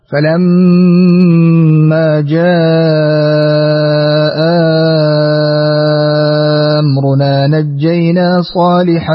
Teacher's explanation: ثم نتوسط أيضا بمد جاء ونبدل الهمزة الثانية مدا مشبعا